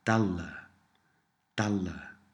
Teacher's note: Sometimes the th sound at the end of dalleth will be dropped and you're left with dalla